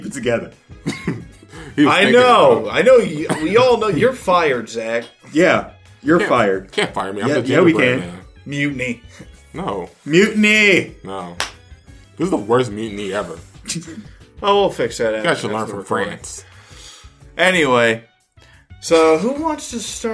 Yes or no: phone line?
no